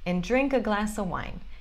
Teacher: E of, de novo, virou a.